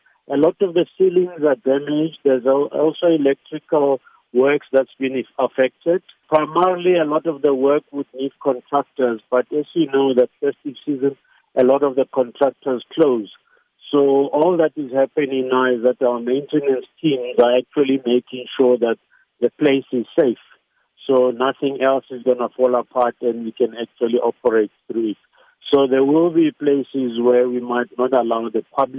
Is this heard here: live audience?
no